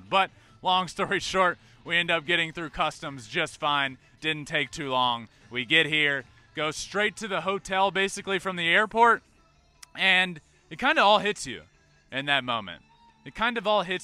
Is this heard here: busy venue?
yes